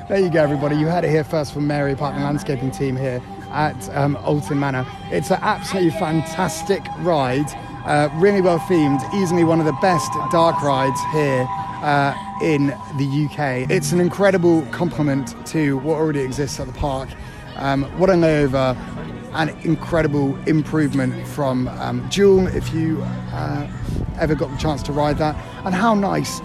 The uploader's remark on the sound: AT THE PARK: Alton Towers. Enjoy the sounds of the park.